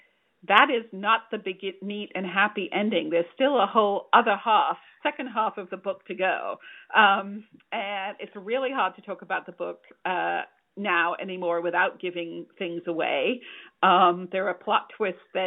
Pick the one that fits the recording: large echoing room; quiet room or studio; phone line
phone line